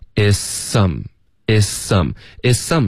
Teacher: 所以我们就直接省这个 z 的音连发到 s